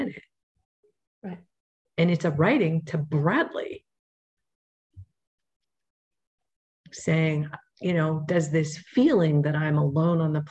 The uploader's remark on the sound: Audio version of May 6, 2022 Zoom call